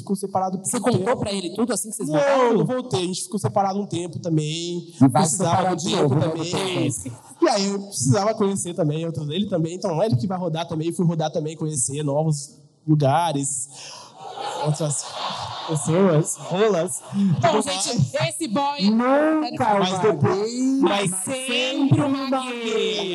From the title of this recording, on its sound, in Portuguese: Ao Vivo no Teatro